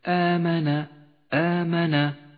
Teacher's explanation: كل همز ممدود يسمى مد البدل، يمد حركتين وهو من المدود الأصلية